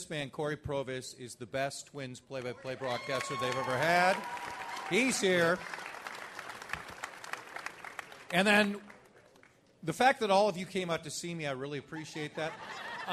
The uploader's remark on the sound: TwinsFest LIVE at Target Field